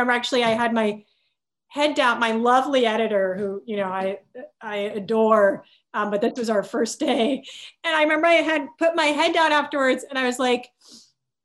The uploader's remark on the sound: virtual Q&A